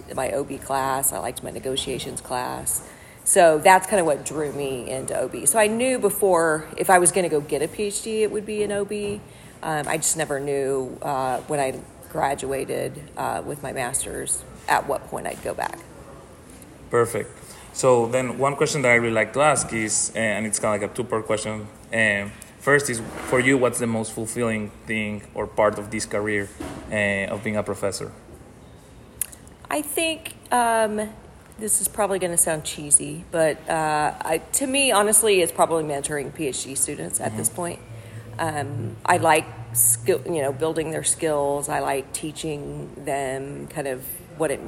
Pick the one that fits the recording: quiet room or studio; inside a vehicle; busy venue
busy venue